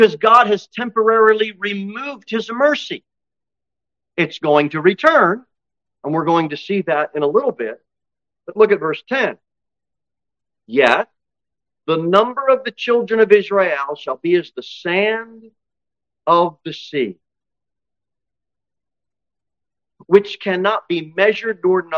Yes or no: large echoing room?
yes